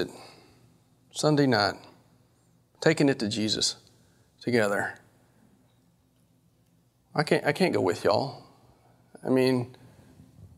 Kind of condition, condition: setting, large echoing room